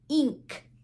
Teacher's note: When we have I in front of the nk, where I am, it sounds like the long vowel e sound